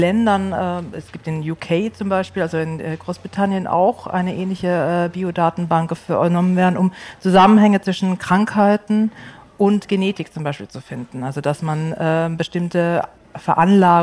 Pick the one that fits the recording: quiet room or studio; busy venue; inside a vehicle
busy venue